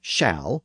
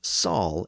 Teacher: when a word began with an sh sound, northerners would convert it into a simple s sound · Shown in: second take · So a word like shall was often pronounced as sal in the north, and that's the way the word is rendered here in John's northern speech. · Term: northern feature